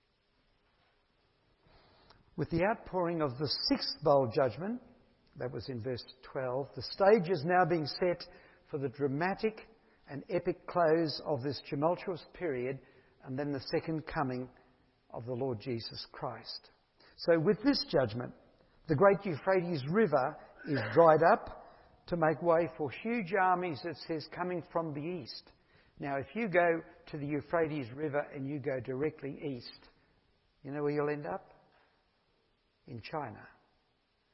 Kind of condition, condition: setting, large echoing room